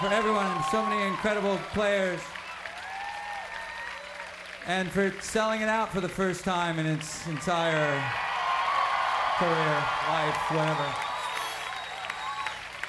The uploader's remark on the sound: live at the 2011 Newport Folk Festival in Newport, R.